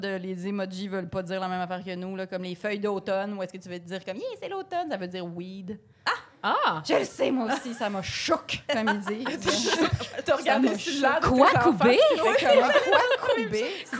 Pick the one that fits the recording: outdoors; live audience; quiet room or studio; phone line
live audience